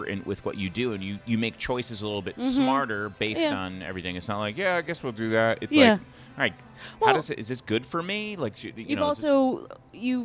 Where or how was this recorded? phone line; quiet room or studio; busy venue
busy venue